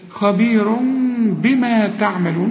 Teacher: خبير ما تضمش بقى شفايفك هنا، في انفراج في الشفايف. · Term: إقلاب